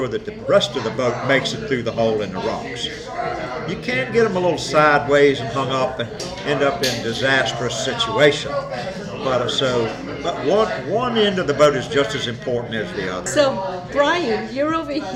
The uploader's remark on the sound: We decided that one of our local businesses would be a great place to sit down and have a conversation. There is a bit of background noise caused by people enjoying themselves.